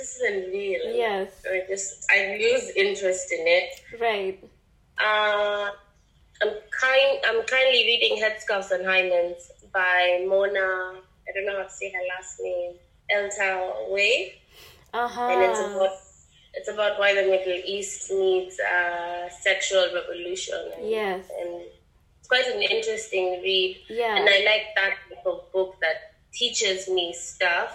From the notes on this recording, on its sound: Apologies for the sound quality on this episode, please bare with us.